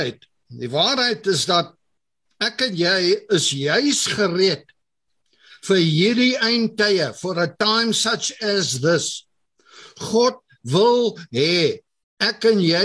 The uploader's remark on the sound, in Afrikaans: Zoom Byeenkoms 23 Junie 2022